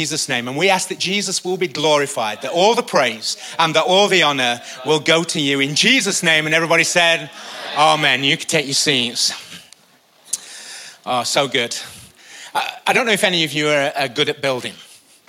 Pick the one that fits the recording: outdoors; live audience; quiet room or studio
live audience